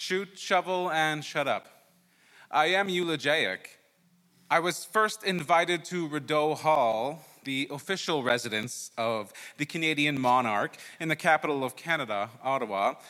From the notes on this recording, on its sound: He performed this story at Sydney Writers Festival.